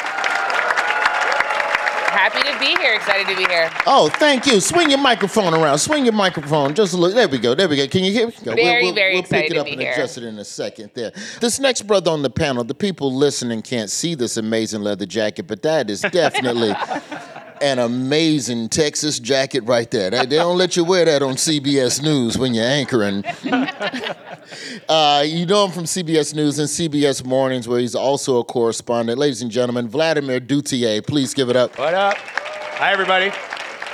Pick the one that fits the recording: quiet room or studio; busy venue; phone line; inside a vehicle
busy venue